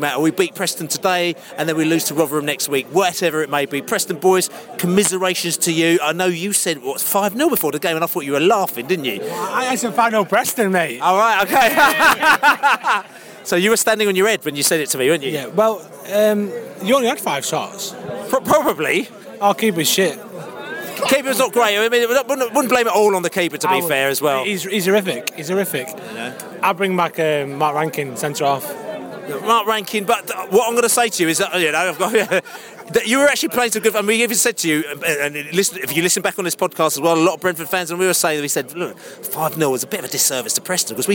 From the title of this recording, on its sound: Post-Match podcast from the pub